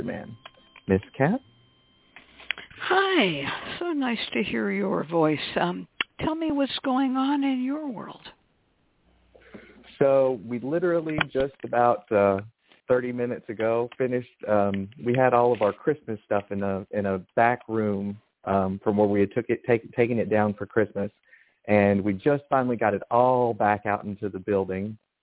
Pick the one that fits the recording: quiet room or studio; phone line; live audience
phone line